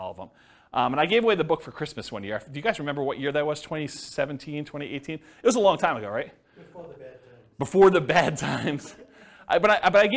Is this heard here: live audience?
yes